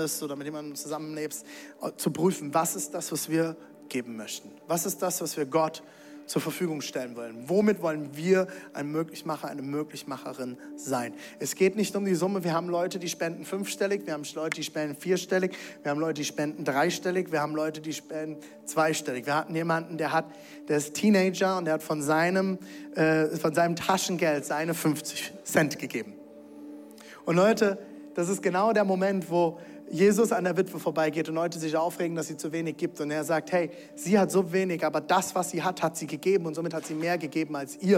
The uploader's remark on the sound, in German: Zeal Church Leipzig. Audiomitschnitt der Predigt.